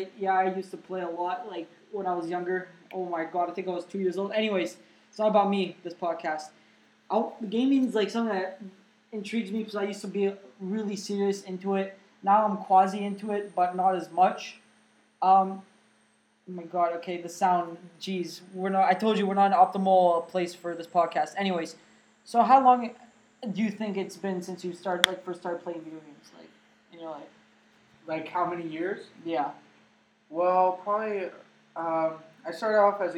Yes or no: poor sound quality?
yes